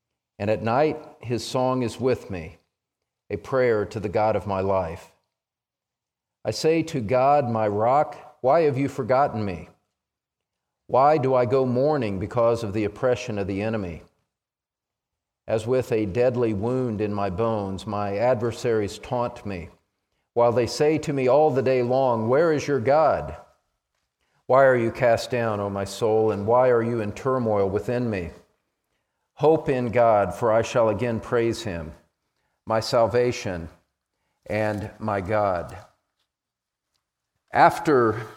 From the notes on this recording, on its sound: message was preached during the Pillar of Truth Conference held at Grace Church, located in Greeley, CO.